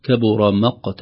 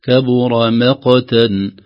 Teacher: يا أيها، كبر مقتا، ولا نقول كبر مقتا، ما تفخيم الميم، الصحيح ترقيق الميم · Shown in: second take · كبر مقتا. وطبعا تحتاج إلى عناية لأن قبلها الراء المفخمة راء، وبعدها القاف المقلقلة وفيها تفخيم أيضا، فتحتاج منا إلى عناية إذا وقع المرقق بين المفخمين.